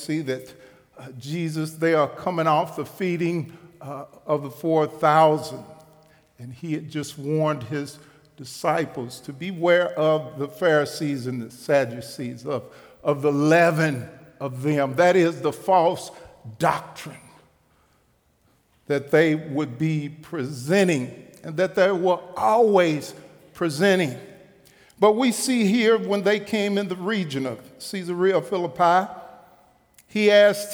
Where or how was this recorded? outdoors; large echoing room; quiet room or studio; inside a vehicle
large echoing room